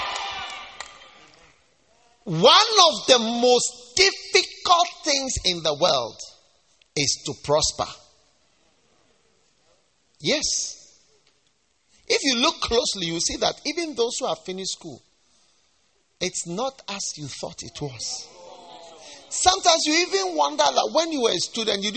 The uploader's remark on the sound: Preached at the First Love Church Love Celebration Service